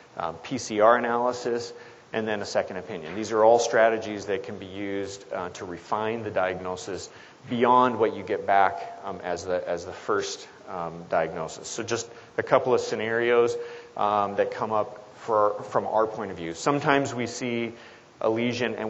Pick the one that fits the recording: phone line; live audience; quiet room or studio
live audience